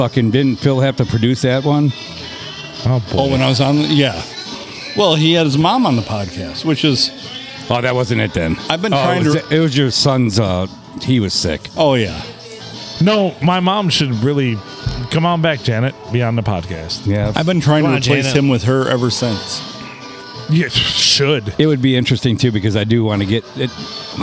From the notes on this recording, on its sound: Recorded at the big old round table at the Blue Water Inn and Sports bar on a Monday!